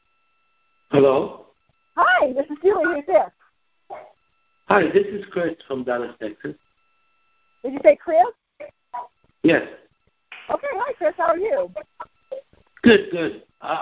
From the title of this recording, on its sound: Gold Club Q&A Call